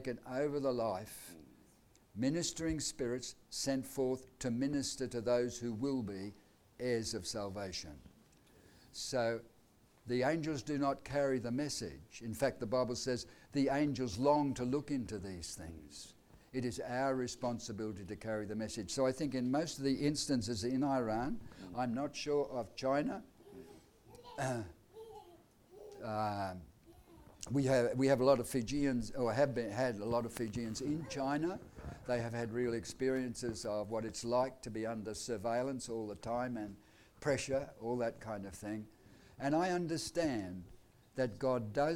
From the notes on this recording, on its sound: Audio sermon recorded live at Annual Family Church Camp 2020 at Phillip Island, Victoria, Australia.